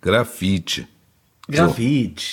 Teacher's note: Also stimmloses E hinten, das ist für westeuropäische Münder praktisch nicht korrekt auszusprechen.